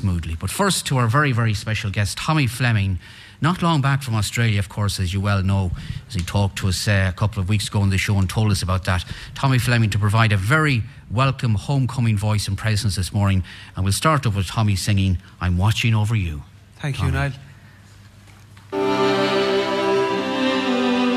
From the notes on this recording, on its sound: A special edition of North West Today, live from Ireland West Airport Knock, to welcome visitors home for Christmas. As the flights from London-Stansted and Liverpool arrive.